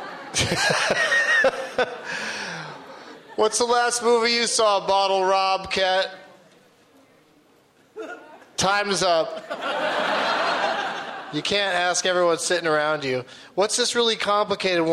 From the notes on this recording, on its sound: Live from Gramercy Hall in NYC